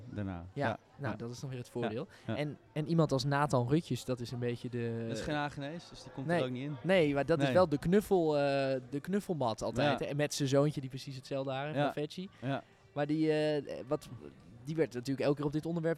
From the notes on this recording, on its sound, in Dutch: tijdens de Museumnacht 2022 met bezoekers en medewerkers van Beeld & Geluid Den Haag